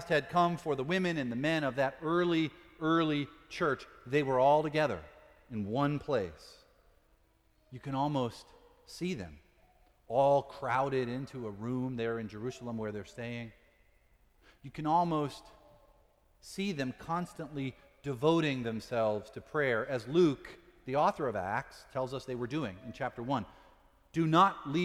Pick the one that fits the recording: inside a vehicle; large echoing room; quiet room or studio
large echoing room